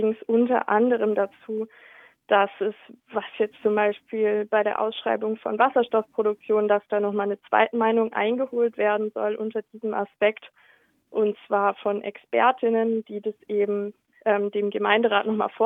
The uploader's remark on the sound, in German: berichtet in einem Telefoninterview